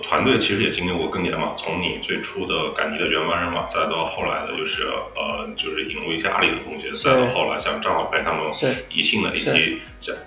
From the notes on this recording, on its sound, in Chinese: 本期采访时录音设备出现了状况，原始录音丢失，无法恢复，这是在仅存的采访录音孤本基础上调音、整理的，音质不佳